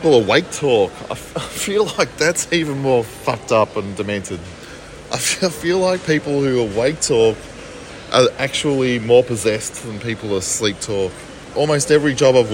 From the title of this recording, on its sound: while walking around talking shit into my phone